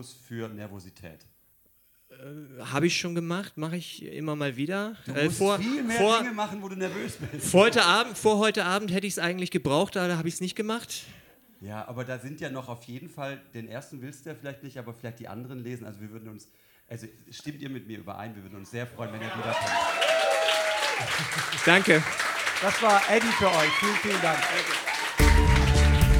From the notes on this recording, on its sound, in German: Auswahl der Beiträge von der „texte von gestern“-Liveshow. Im Monarch, Berlin. Heißen Dank an den Monarch, unser tolles Publikum.